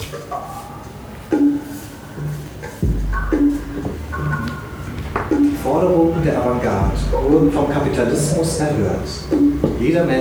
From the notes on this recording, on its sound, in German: Mitschnitt der BQV-Performance "Creatives Like Us" von andcompany&Co.